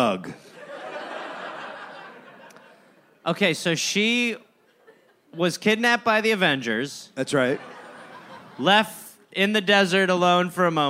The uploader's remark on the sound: Recorded live in Phoenix, Arizona.